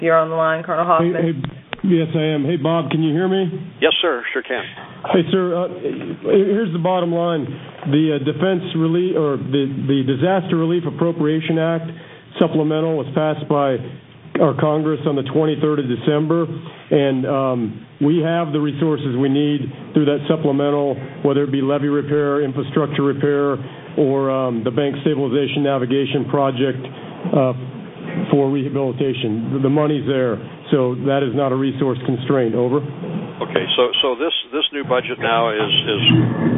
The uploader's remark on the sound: Twice monthly conference calls